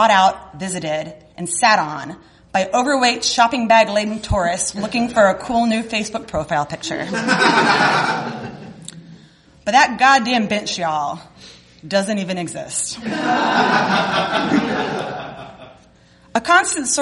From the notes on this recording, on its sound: Begyle Brewing where we recorded